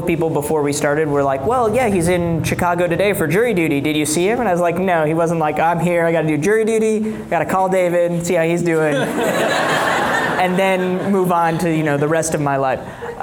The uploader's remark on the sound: In a live discussion in Chicago